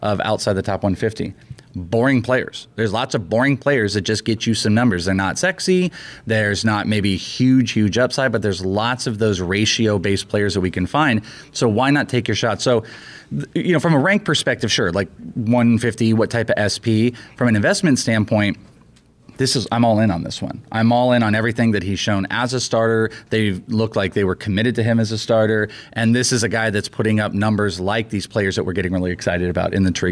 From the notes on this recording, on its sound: We're podcasting LIVE from First Pitch Arizona!